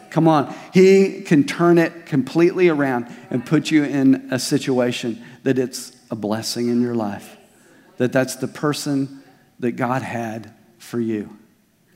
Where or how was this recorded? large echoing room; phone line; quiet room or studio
large echoing room